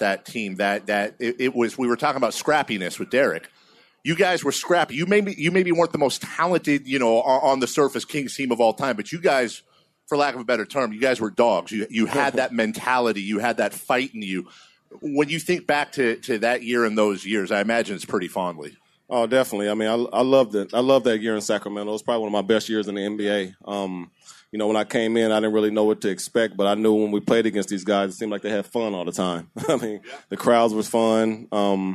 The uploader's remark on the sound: Live At Sports Fest